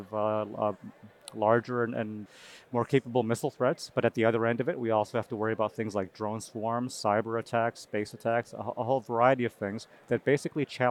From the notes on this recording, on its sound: This unique episode was recorded at the Air University booth at the 2023 Air and Space Forces Association Conference.